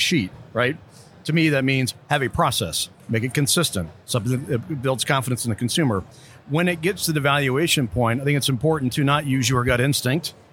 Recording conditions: busy venue